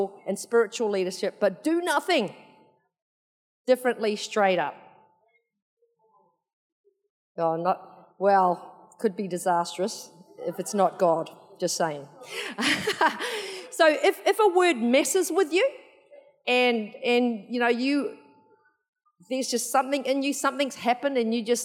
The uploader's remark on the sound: Recorded in the 9am service on Sunday, 2nd October 2022